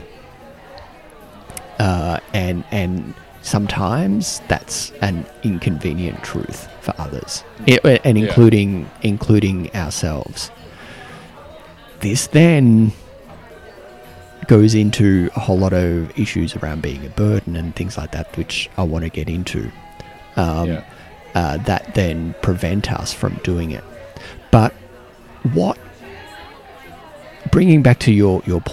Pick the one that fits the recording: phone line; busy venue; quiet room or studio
busy venue